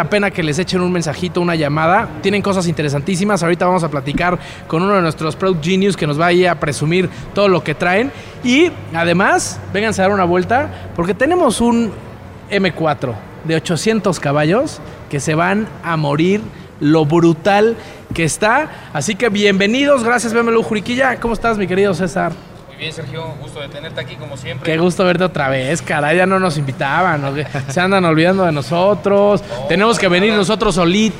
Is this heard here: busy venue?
yes